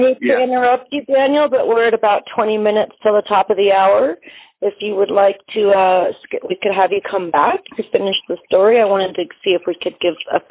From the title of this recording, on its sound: Monday Noon Phone Speakers Series